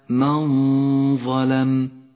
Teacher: الغنة هنا غنة مفخمة لأن حرف الظاء حرف مفخم، والغنة تتبع ما بعدها في الترقيق والتفخيم، فإن كان الحرف الذي بعد النون حرفا مرققا رققت الغنة، وإن كان مفخما فخمت الغنة.